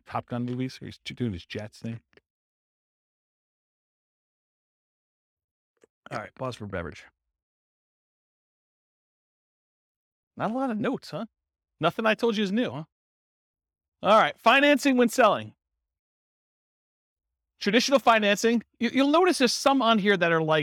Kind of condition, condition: setting, live audience